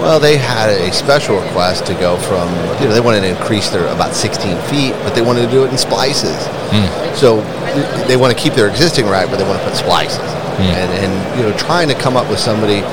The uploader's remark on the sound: Baker Industrial at MODEX 2022